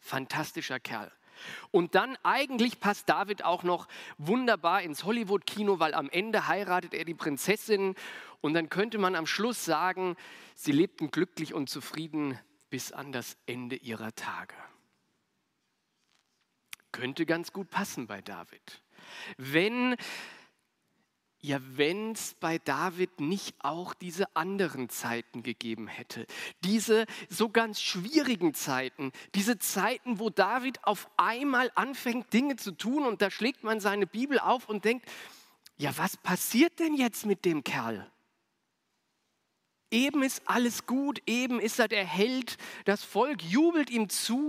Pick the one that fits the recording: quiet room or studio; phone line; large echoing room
large echoing room